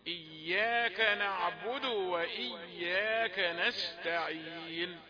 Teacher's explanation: الدال ساكنة، دال ساكنة مقلقلة إلى الضم